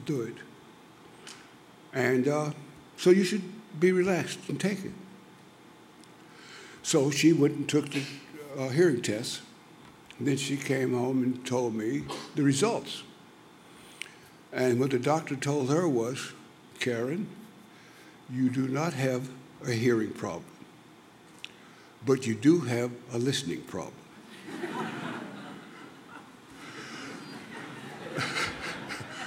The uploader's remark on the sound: In this podcast, recorded at the 2008 International Achievement Summit in Kailua-Kona, Hawaii.